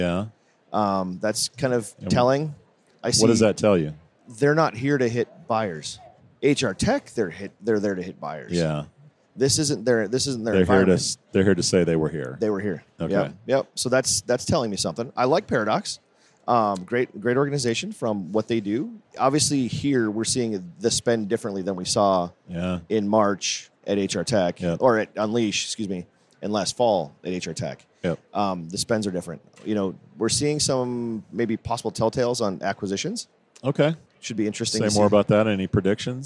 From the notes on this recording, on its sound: Recorded at SHRM